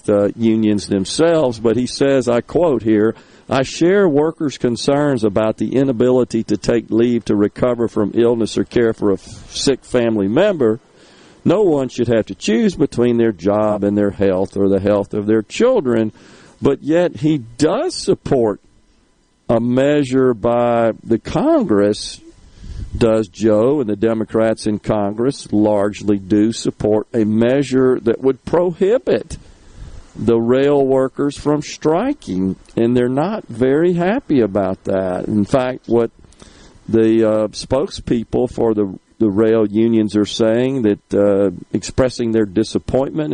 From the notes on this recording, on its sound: LIVE from Cleveland's 50 Nights of Lights